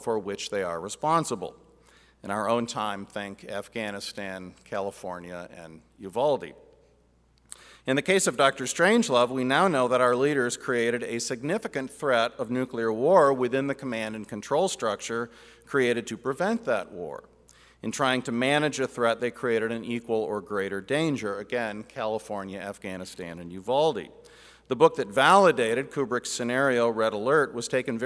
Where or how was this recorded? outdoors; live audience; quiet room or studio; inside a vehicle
live audience